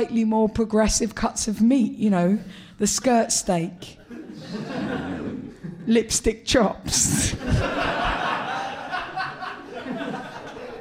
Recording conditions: live audience